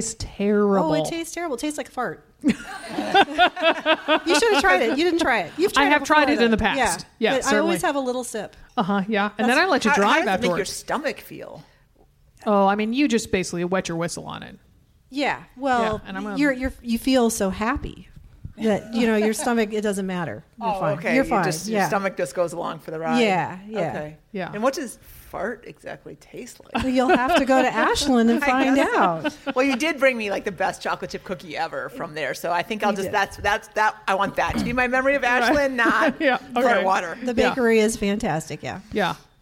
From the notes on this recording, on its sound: Live at GU HQ. Recorded live in front of audience from the headquarters of GU Energy Labs in Berkeley, California.